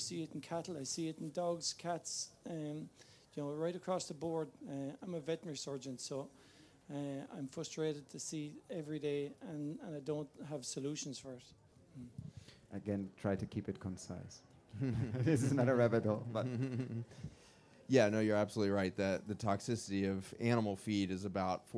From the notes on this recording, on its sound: Conversation recorded live at Groundswell 2023.